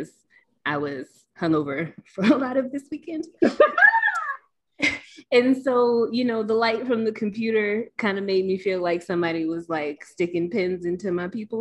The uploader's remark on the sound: Please forgive the sound issue in the episode!